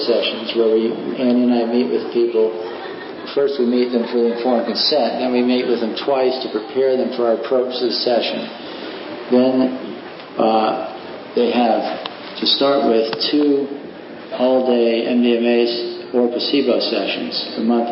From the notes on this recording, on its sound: This talk was given as a part of the MAPS/Palenque Norte lectures at the 2006 Burning Man festival